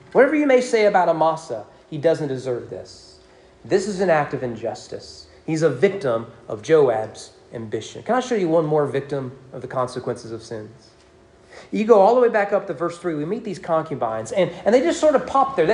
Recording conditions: large echoing room